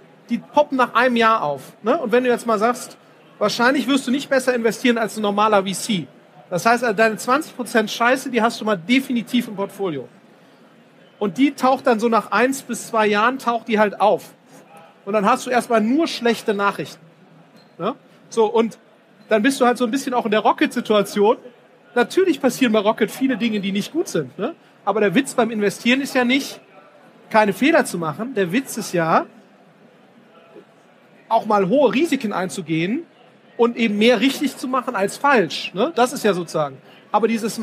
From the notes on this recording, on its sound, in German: Auf dem #OMR Festival in Hamburg